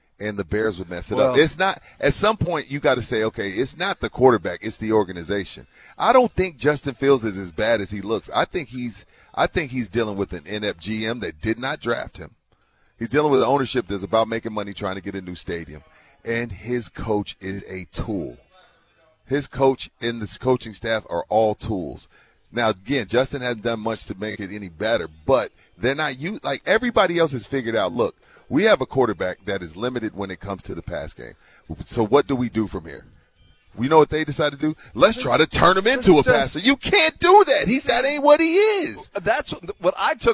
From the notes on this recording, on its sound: Live from the SA Sports Star Golf Classic at Olympia Hills.